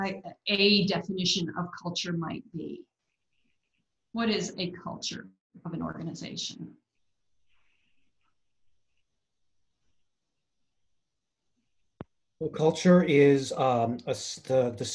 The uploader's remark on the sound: Our guest presenter during our first Zoom Happy Hour on April 7th